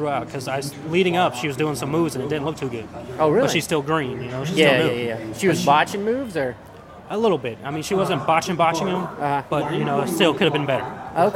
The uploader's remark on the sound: we are broadcasting live from Joe Riley park